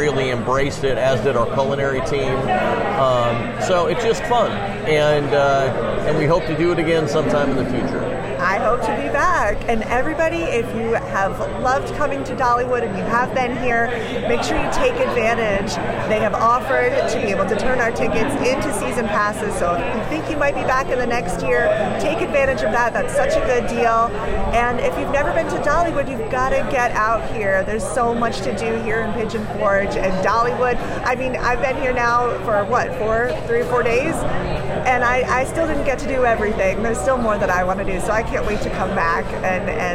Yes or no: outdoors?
yes